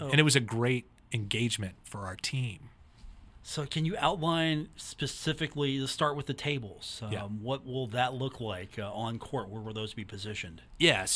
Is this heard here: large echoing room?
no